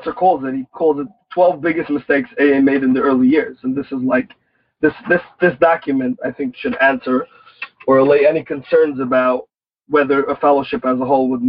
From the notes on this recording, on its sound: Noon Phone Speaker Meeting.